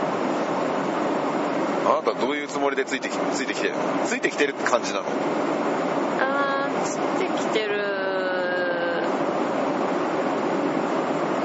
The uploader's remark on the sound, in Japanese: 渡航の飛行機で割りと疲れてる状態で。今回は飛行機の中なので、音声がちょっとうるさいです。